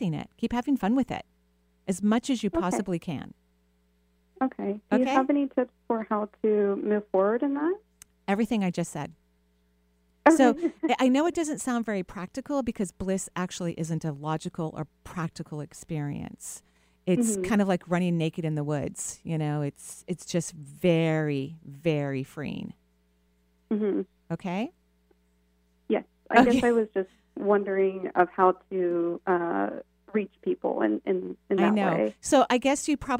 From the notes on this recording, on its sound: On today's call in show. Takes calls from around the US.